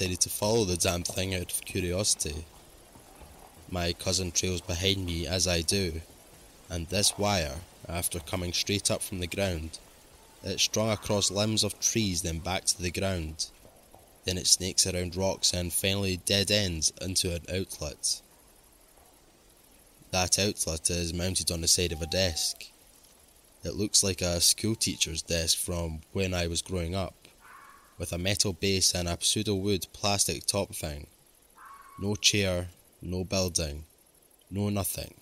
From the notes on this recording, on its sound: 5 Forest Ranger Stories with Forest Sound Effects. Told in the woods at night.